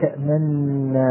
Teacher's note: فكان أصلها تأمننا، فأدغمت النون الأولى في النون الثانية فصارت تأمننا بالإدغام مع الإشمام